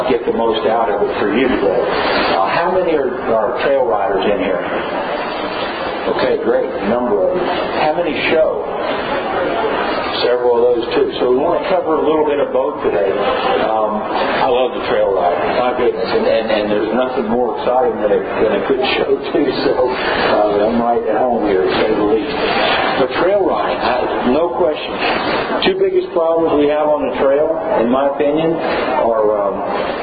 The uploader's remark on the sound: recorded at an Equine Affaire event while he spoke to the crowd